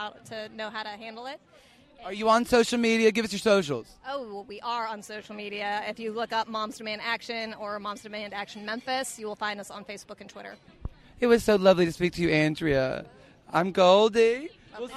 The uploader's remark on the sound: Live at Pride. Make their way through the crowd at Memphis Pride Fest, stopping occasionally to make the acquaintance of some seriously cool people.